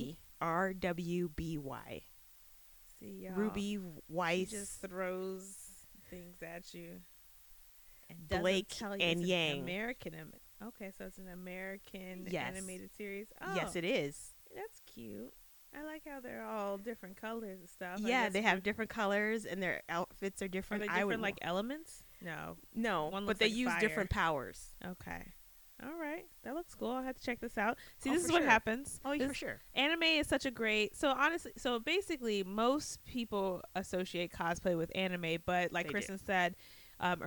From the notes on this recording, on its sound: Audio degradation is a thing. Learning how to edit your own podcast with no audio experience is both exciting and palpitating.